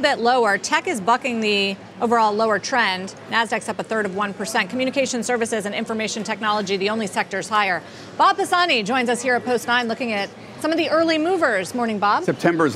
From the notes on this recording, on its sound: joined the anchors live at Post 9